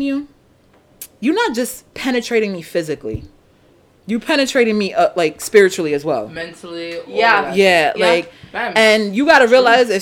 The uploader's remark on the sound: WARNING: ALL HEADPHONE USERS PLEASE TURN YOUR VOLUME DOWN. THERE ARE CERTAIN POINTS IN THIS PODCAST WHERE IT GETS VERY LOUD.